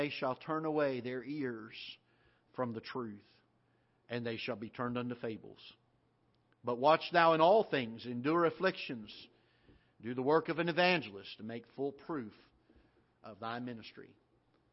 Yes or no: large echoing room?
yes